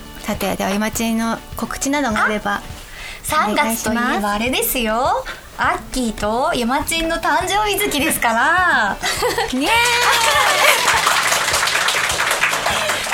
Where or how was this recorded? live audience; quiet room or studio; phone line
live audience